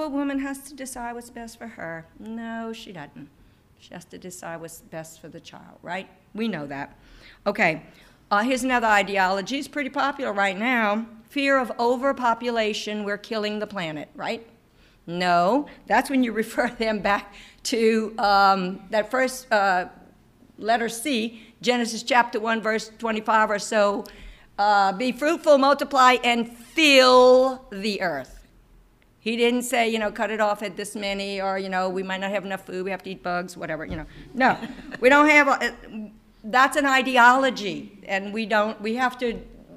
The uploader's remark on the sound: This presentation that was recorded live for parents of CCD students at St. Edmond's Church in Lafayette, LA.